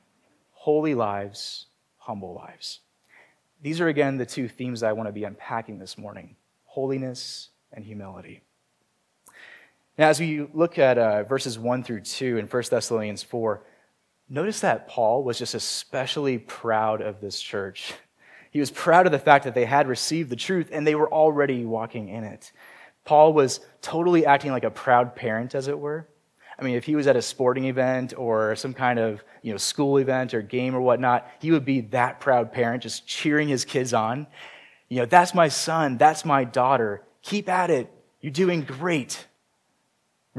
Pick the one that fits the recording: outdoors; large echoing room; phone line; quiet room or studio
large echoing room